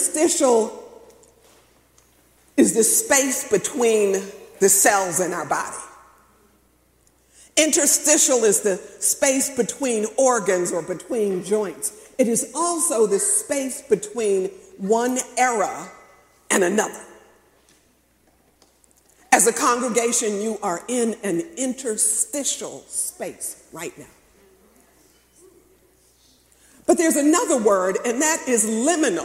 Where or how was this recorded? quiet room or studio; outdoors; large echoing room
large echoing room